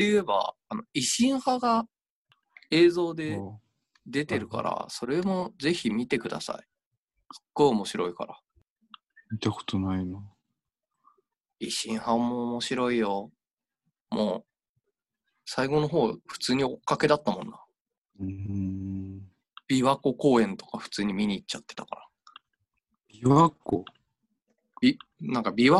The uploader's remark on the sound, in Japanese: ３人で初ZOOM。収録地：それぞれの家（ZOOM収録）。